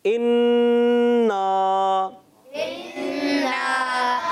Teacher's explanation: इसमें हुर्फ़े मद्दा है बाद में नून मुशद्दद के बाद, तो हमने लंबा भी किया